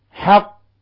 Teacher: ولاحظتم كيف حينما وقفت على لفظ حق كيف قلقلت القاف، والقاف هنا مشددة، والقلقلة قلقلة كبرى